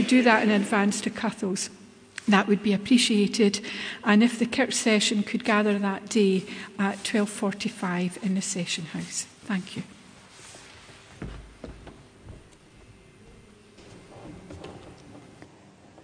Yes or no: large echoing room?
yes